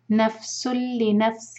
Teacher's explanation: ناک میں آواز بالکل نہیں لے جائیں گے، سین کو لام سے ڈائریکٹ کنیکٹ کریں گے. نفس لنفس یہاں ہمیں اخفا کرنا ہے، نون کے سنگ کو چھپائیں گے